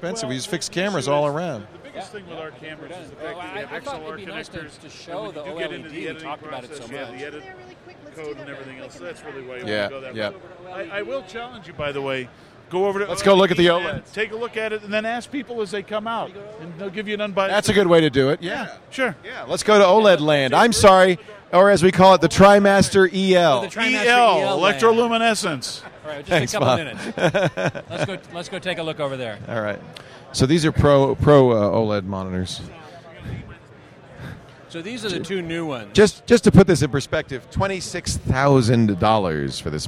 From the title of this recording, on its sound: Live from NAB